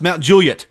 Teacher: Mount Juliet, the well-known suburb of Nashville, Tennessee, is phonetically pronounced Mount Juliet, stressing the first syllable. The Juliet is clipped short rather than drawn out like the Shakespearean Juliet, which is a dead giveaway that someone is an out-of-towner.